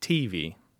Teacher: So it's an accent on the first syllable. · Term: PU dialect